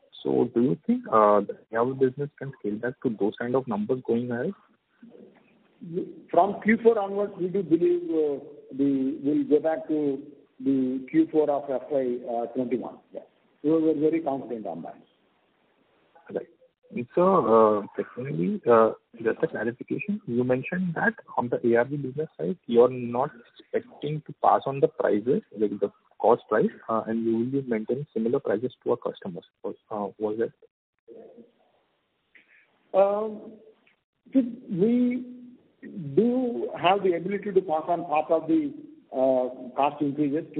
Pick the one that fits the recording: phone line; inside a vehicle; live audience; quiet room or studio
phone line